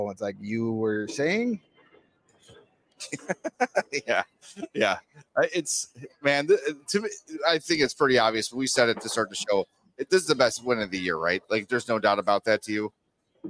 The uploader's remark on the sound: The CHGO Blackhawks are LIVE at Broken Barrel Bar in Lincoln Park for postgame tonight!